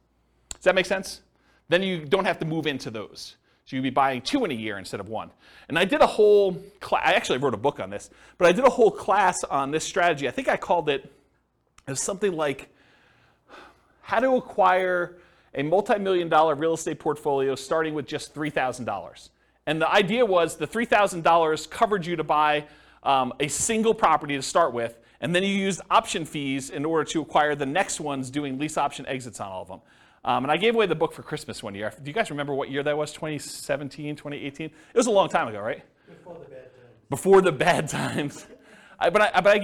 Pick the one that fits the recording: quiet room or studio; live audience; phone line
live audience